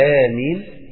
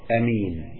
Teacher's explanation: يبقى بالمد آمين وبالقصر أمين